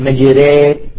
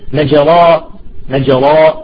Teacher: الإمالة بين الألف والياء، ليست ألف وليست ياء، بين الألف والياء · Shown in: first take · يعني مشهودة بالياء.